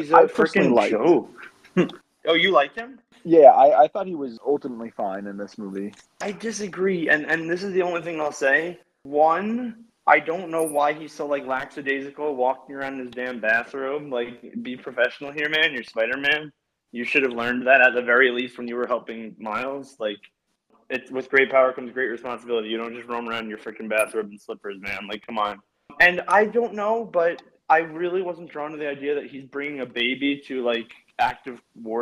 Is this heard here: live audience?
no